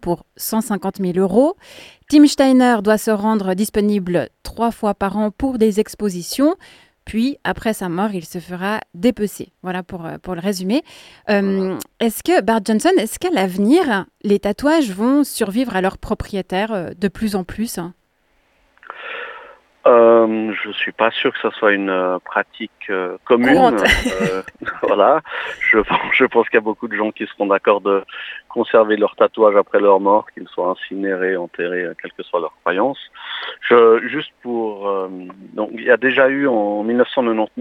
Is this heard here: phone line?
yes